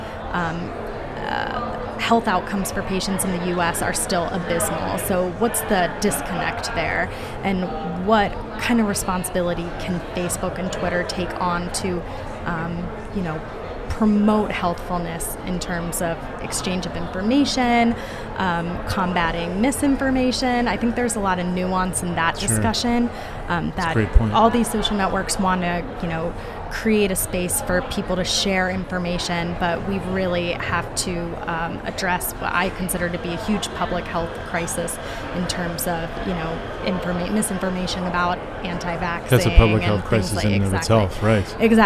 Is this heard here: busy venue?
yes